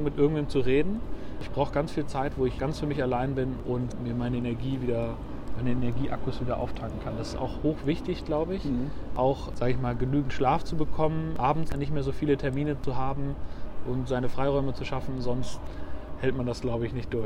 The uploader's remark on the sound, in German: Auf einen Spaziergang